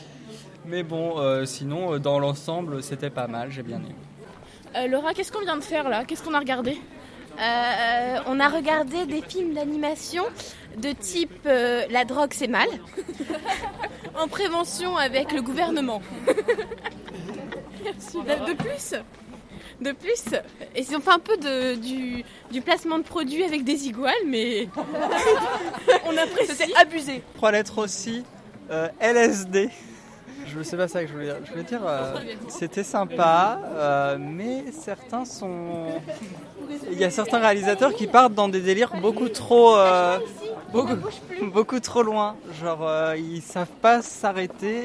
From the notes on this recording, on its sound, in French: Radio2B s'est déplacée au 28ème festival des premiers films d'Angers, retrouvez notre équipe de reporters sur place